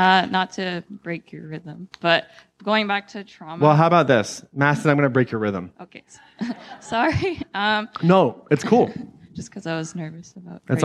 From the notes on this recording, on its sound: This excerpt is from Claim Your Power Live 2019 in Atlanta, GA.